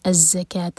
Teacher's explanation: दोहर का लंबा और ज़ा बजिंग साउंड के साथ